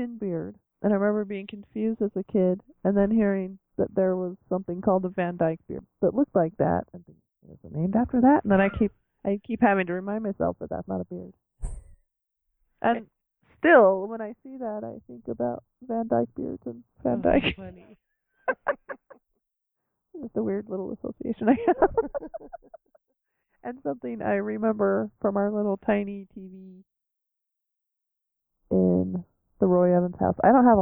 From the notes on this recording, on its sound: Unfortunately, we suffered audio problems through most of it, but the biggest problems happen during the trailer talk. I had to cut out parts of it, which made our thoughts sound even more scattered than usual.